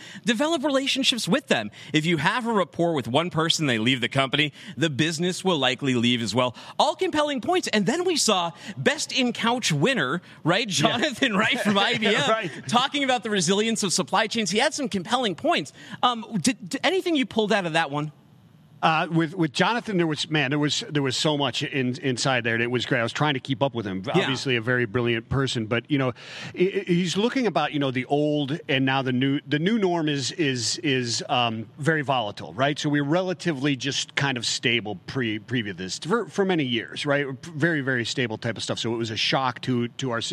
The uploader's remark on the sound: LIVE from Global Trade Tech Day 1